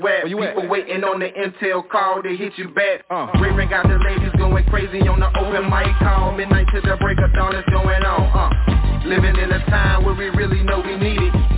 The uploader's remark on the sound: TNTSuperfantastic Conference Call.